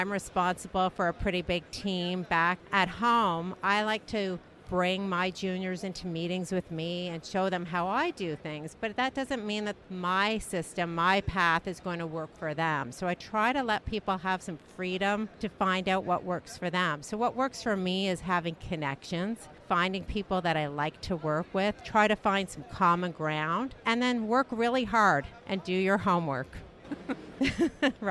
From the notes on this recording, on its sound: We took the podcast on the road to the INTA Annual Meeting in Singapore. We hosted our podcast studio at the Billtrader Expo Booth.